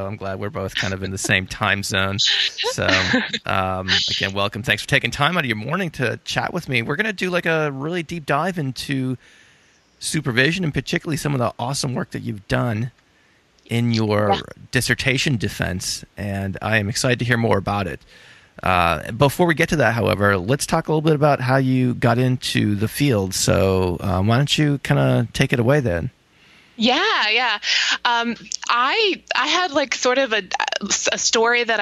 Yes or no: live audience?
no